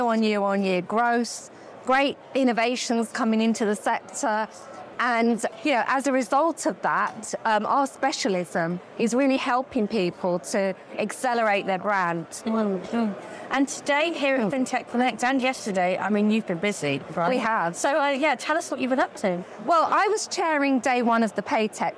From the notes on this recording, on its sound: Live from FinTech Connect.